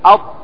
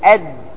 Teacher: لولا الإطباق لصارت الطاء دالا · لولا أن في الطاء صفة الإطباق لصارت الطاء ماذا؟ دال، لأن الدال ماذا فيها؟ انفتاح. لاحظ أنت تقول أط، هذا إطباق، تقول أد انفتاح.